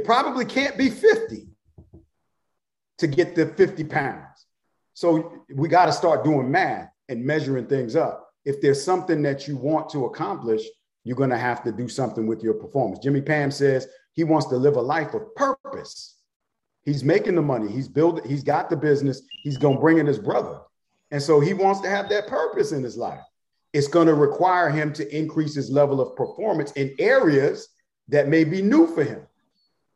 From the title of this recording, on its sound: GMEN Tampa Webinar Audio